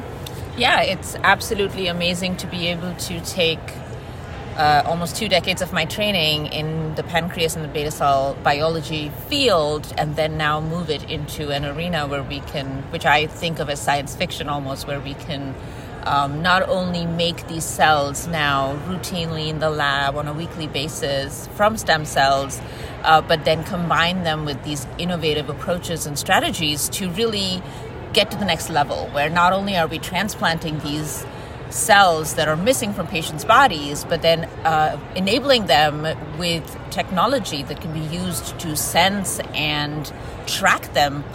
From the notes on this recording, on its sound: recorded during the ADA 2023 Conference